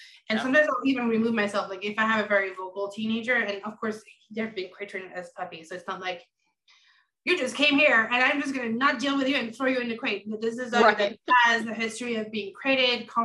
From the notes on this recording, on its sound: Recorded Webinar